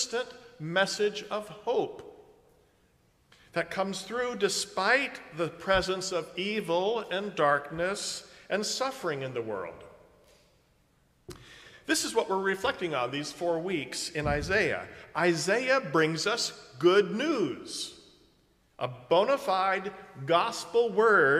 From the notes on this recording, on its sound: preaches at a Park View Mennonite Sunday morning service